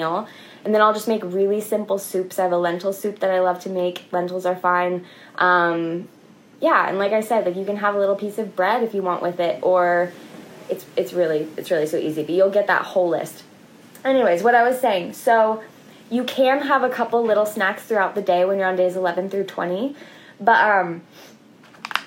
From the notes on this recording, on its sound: this episode is audio from an IG Live.